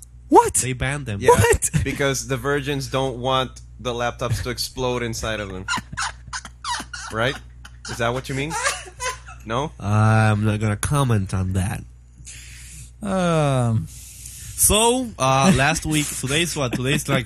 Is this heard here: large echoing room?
no